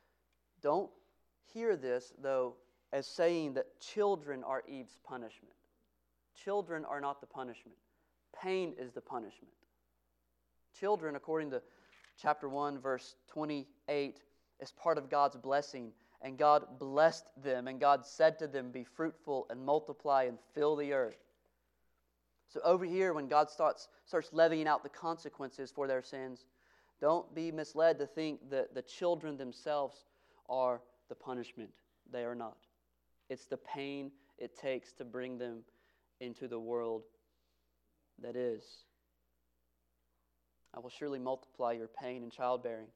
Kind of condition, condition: setting, large echoing room